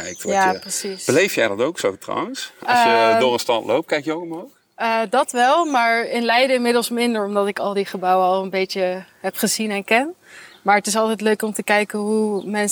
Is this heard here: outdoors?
yes